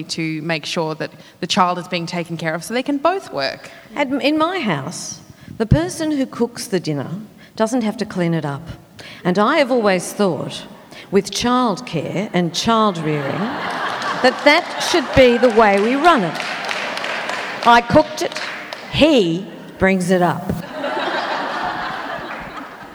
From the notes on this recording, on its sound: Recorded at the 2017 Newcastle Writers Festival.